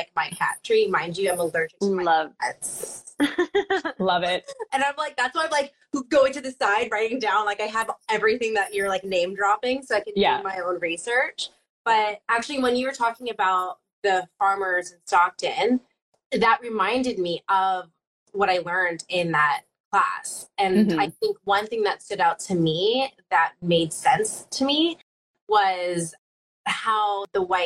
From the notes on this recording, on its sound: Instagram Live Interview